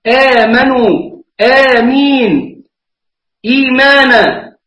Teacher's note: لا وجه له إلا عند ورش في القراءات يمد الهمز البدل، يمد المد البدل أربعة ولا ستة، لكن مد البدل عندنا حركتان فقط